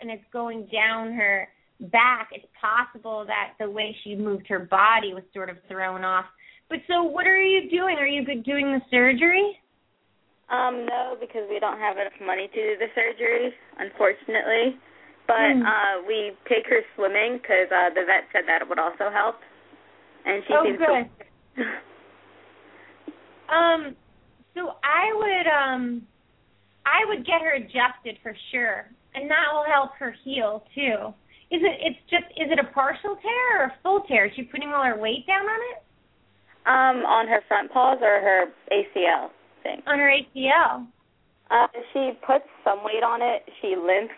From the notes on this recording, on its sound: open up the lines for listeners to call